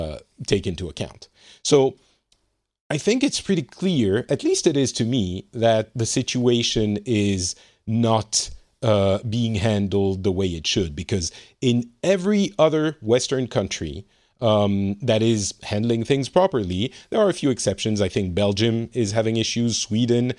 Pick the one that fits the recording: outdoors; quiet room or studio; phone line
quiet room or studio